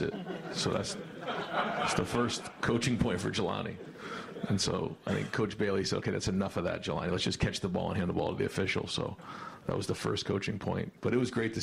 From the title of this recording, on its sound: Tuesday Press Conference